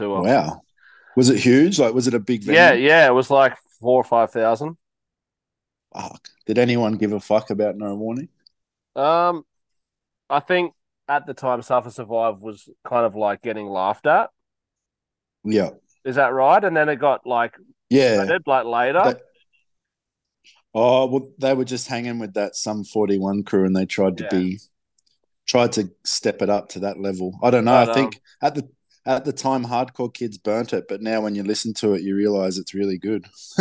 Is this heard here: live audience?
no